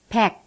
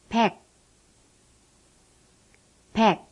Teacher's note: A P is pronounced like the one in top, but without expelling any air.